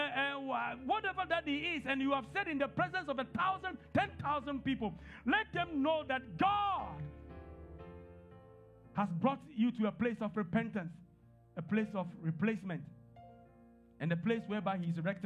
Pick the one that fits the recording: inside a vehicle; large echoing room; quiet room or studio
large echoing room